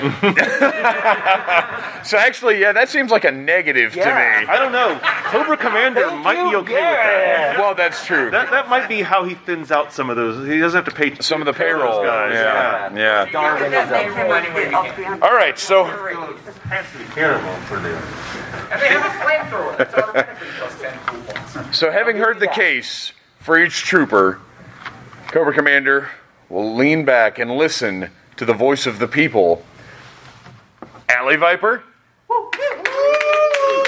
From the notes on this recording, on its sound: This episode was recorded in front of a live audience in Atlanta at Dragon Con 2021.